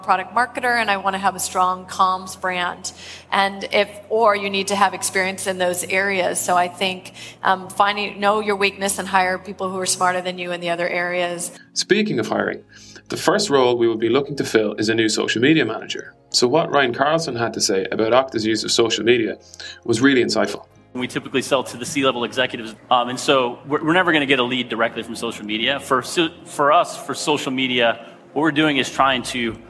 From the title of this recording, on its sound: Live from SaaStock18